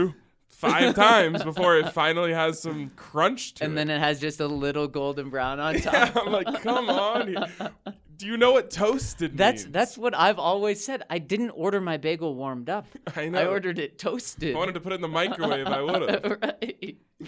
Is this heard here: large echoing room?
no